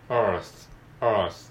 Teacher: earth も伸ばし棒のところで R が出てきますね